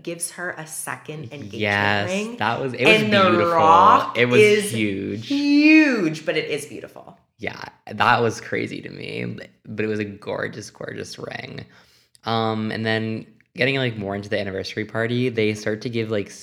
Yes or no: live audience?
no